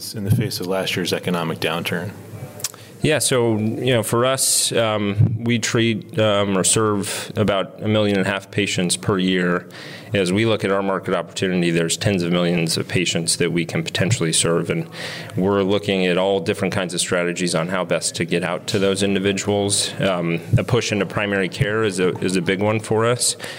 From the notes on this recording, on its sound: recorded at JPM in San Francisco